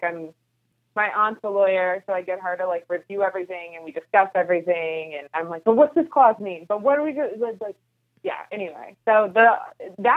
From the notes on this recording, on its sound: Despite the technical challenges the internet did not want us to be great! Although not the best quality, we powered through with the podcast regardless via phone.